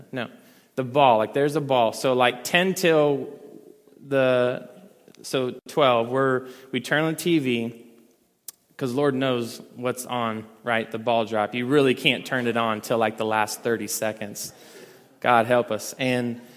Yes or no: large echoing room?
yes